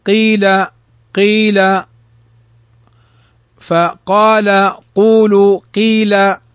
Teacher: نلحظ أنها مفخمة ولكن أعلى الفتح ثم أقل منه الضم ثم أقل منه الكسر